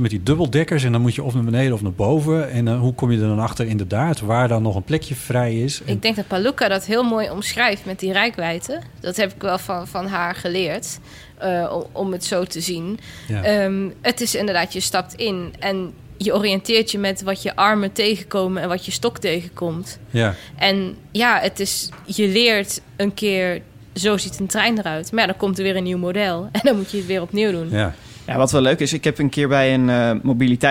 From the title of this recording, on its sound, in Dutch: vanaf het Nationale Podcastfestival